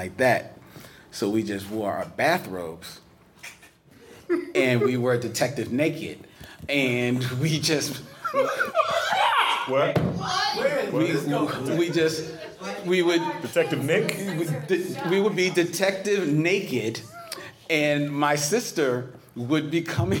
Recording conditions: live audience